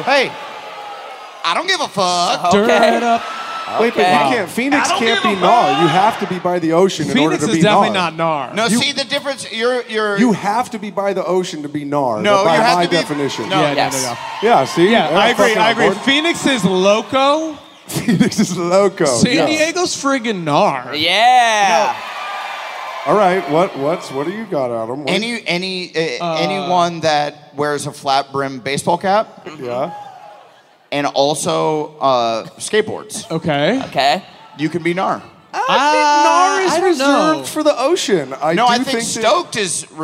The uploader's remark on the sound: Live from San Diego!